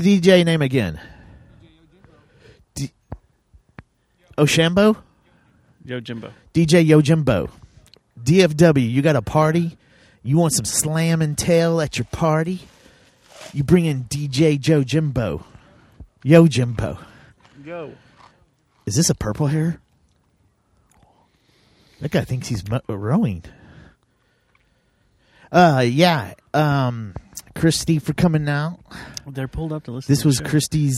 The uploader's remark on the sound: Road Trip: Junction, Texas. We were out on the road this past weekend and decided to do the show in the heart of the hill country, Junction Texas. We recorded it on the banks of the South Llano River with an audience of kayakers and white-tailed deer.